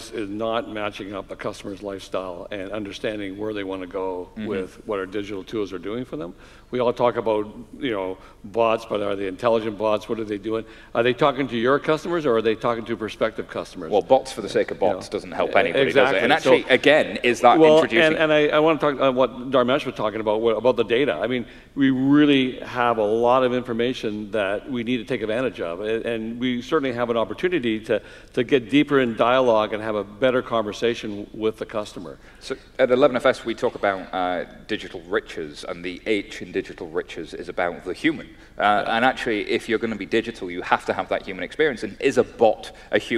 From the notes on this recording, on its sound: recorded live Temenos' TCF2018 event in Dublin